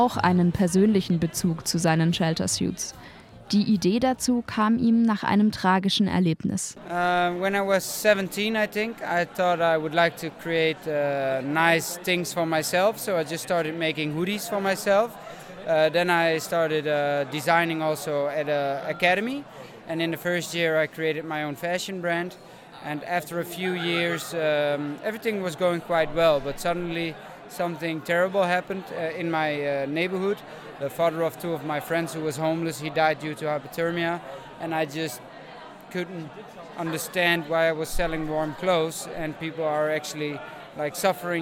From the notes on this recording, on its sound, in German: Bayreuther dialoge 2019. War bei der Konferenz mit dem Aufnahmegerät unterwegs, und hat die Stimmung eingefangen.